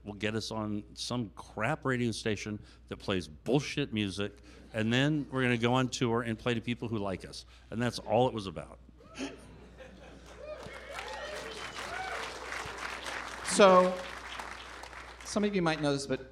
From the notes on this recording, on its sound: This week’s episode was recorded in front of live audience on Dec. At Cinema 21 in Portland, Oregon.